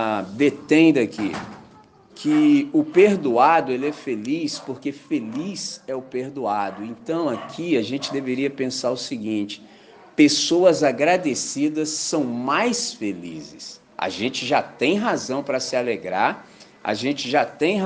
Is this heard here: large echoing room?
yes